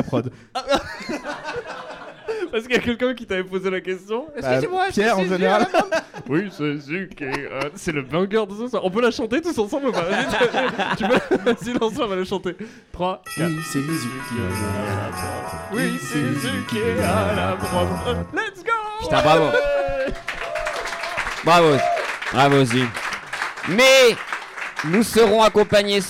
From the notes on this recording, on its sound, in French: Le tout enregistré en public au Charlie et sa bière à deux balles.